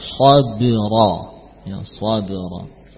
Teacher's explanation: Kata sabira qalqalah ba, ya jangan menebal sabu tapi tipis sabu sabira. Kebetulan memang diapit oleh huruf sad yang tebal, ra juga tebal, namun jangan terpengaruh, ba tidak boleh tebal.